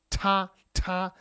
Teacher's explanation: with T, it's like against the back of your front top teeth, like or maybe the front of the roof of your mouth